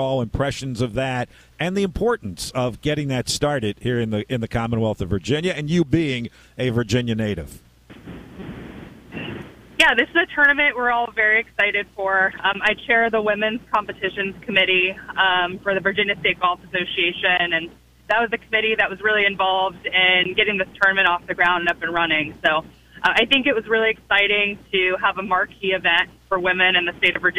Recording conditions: busy venue